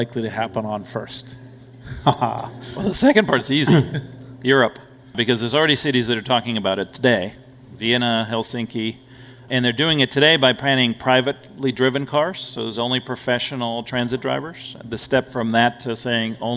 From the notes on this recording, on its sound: we share a panel discussion from Greylock's Future of Transportation event.